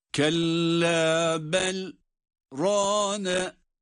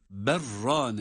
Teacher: bel dedikten sonra nefes almadan kısa bir zaman dilimi durduktan sonra rane diye bir sonraki kelimeyle okumaya devam ediyoruz · Shown in: first take · Term: sekte